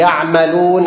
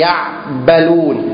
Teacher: الميم لو ما فيها غنة صارت ها صارت باء، صارت باء. لما واحد يكون عنده زكام ويقول ايه يعملون هيقول ايه يعبلون، ها ام اب.